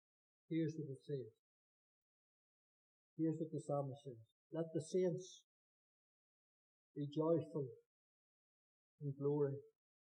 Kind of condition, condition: setting, large echoing room